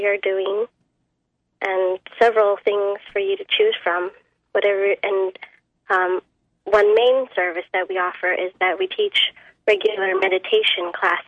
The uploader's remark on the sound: Open phone lines